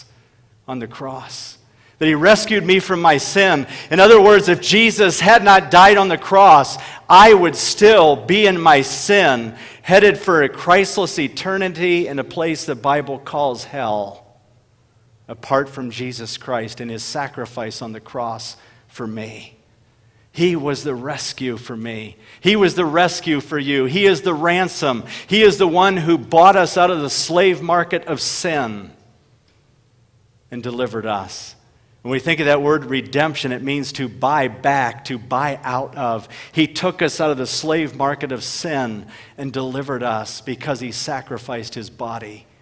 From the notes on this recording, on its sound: delivered at Bethesda Church in Huron, SD.